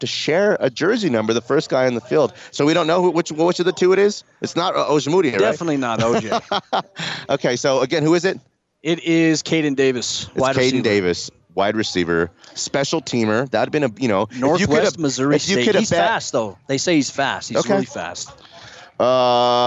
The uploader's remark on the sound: LIVE from Broncos training camp